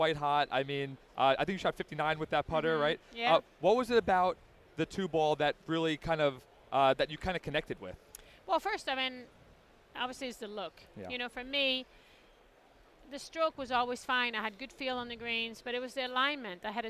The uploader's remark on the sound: Recorded at the PGA Show in January.